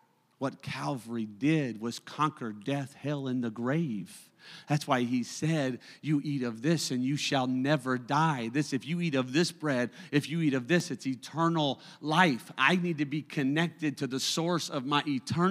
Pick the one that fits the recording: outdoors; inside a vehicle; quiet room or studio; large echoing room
large echoing room